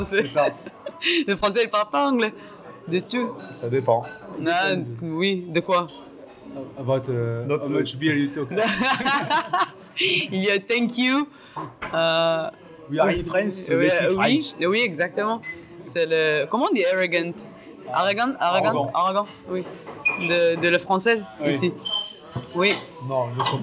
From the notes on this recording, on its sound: All my episodes in Paris were recorded in the Paname. We've had some special guests who stopped to say hello.